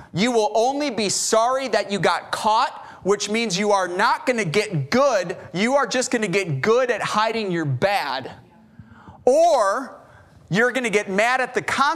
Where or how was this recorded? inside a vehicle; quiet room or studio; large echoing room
large echoing room